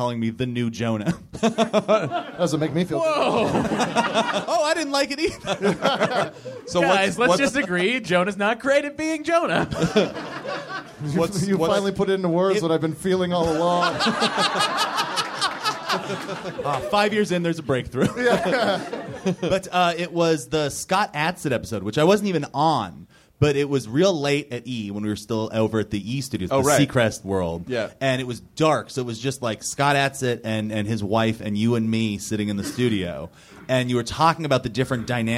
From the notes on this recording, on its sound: Do a live podcast at NerdMelt Showroom to celebrate.